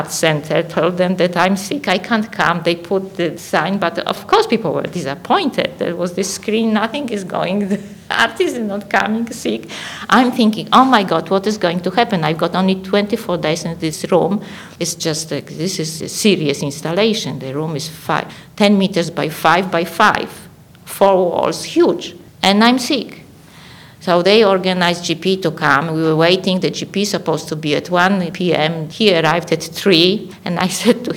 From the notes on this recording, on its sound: Recorded with a live audience